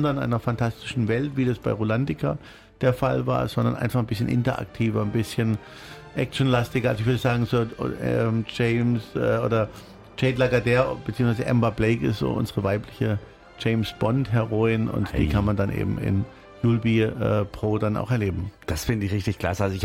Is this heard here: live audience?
no